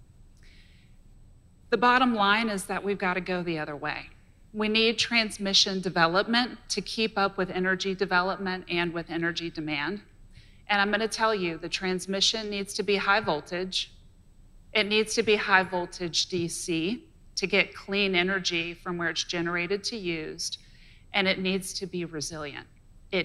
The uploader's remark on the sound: At a recent talk at the Esri User Conference before an audience of data scientists, geographers, and innovators.